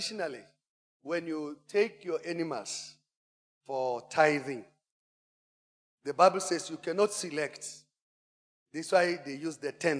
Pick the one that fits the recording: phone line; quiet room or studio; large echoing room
large echoing room